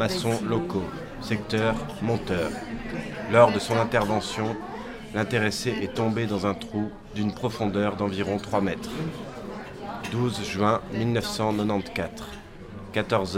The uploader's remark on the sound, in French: Un enregistrement au café "Le Roy d'Espagne" un dimanche de février sur la Grand'Place de Bruxelles.